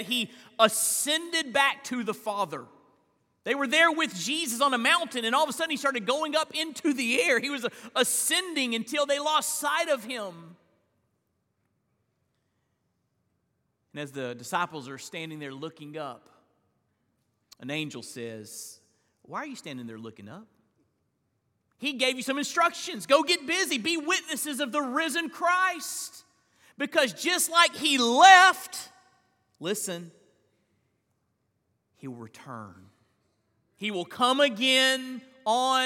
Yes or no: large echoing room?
yes